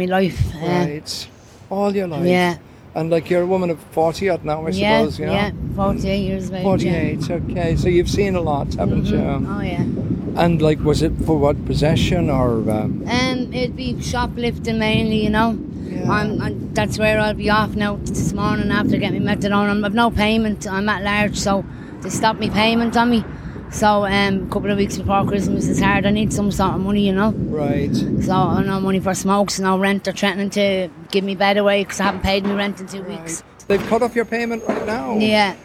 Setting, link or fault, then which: setting, outdoors